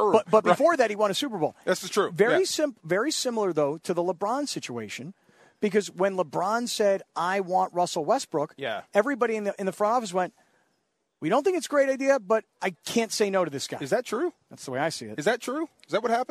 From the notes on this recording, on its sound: Live from Hollywood Hills! Live from the Rams Draft House for Day 2 of the NFL Draft.